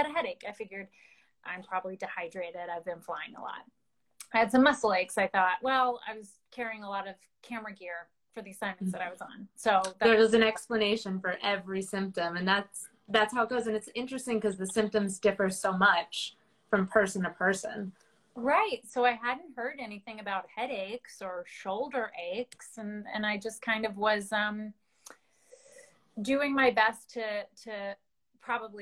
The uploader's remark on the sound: adapted from an Instagram Live interview